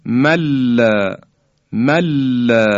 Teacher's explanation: یا کلماتی مثل من لا، نون ساکن به حرف لام رسیده، من لا، در اینجا میگیم مل مل، این ادغام تامه، یعنی دیگه هیچ اثری از نون ساکن باقی نمیمونه و کاملا دیگه در لام ادغام میشه و لام رو ما مشدد بیان میکنیم